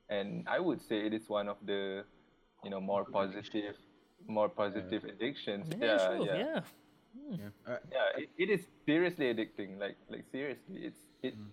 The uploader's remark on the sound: This week it was different as we venture into video podcasting (thus, excuse the sound quality).